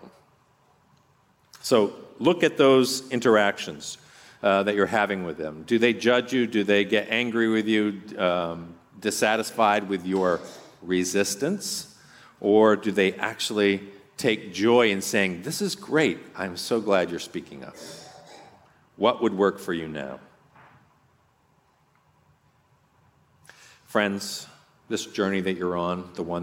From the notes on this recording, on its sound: on this podcast you’re going to hear a talk from our last RESTORE conference